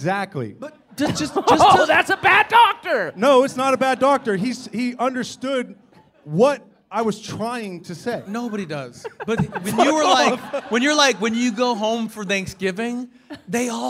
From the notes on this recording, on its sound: The official audio of the This Is Important live show that took place in Irvine, California on June 7th, 2023.